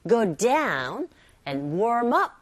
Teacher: 동사와 부사가 맞물려 있는 경우 동사도 내용어, 부사도 내용어지만 좀 더 부사 쪽에 힘을 실어서 발음을 하셔야 돼요. go down and warm up 이런 식으로 말이죠.